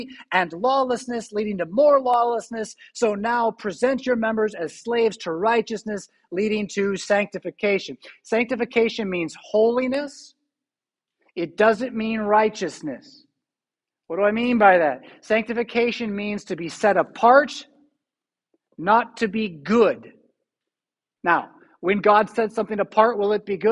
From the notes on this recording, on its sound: Preached at St Paul Lutheran Church , Rockford, Illinois on May 29, 2022.